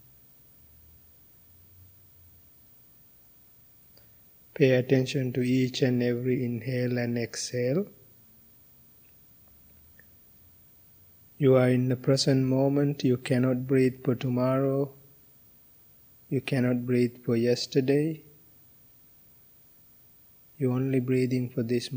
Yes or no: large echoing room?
yes